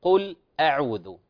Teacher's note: ولا نقول قل أعوذ على رواية حفص، لا نقول قل أعوذ، لكن في رواية حفص نحقق الشدة للهمزة نقول قل أعوذ، قل أعوذ بدون فصل، قل أعوذ وهكذا.